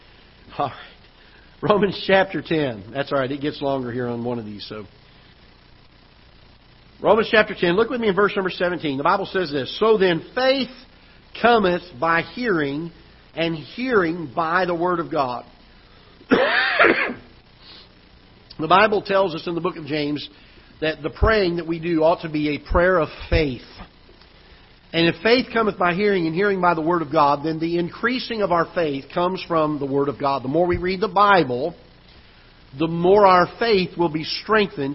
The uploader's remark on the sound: Ketha Heights Baptist Church ~ Live Broadcast